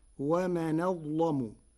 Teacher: بنقل حركة الهمزة إلى الساكن قبلها وتغليظ اللام